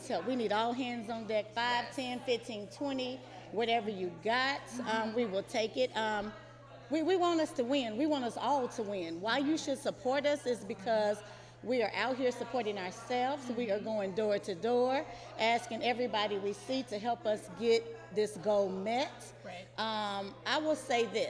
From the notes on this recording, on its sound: Recorded live at the fund raiser kickoff. We speak with some members of the Blackiceeproject.